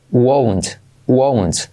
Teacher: Si quieres contraer will not, se contrae como, fíjate cómo lo tienes abajo, won't. No es como want, como quiero, wawa, como wante, want, sino como u o u.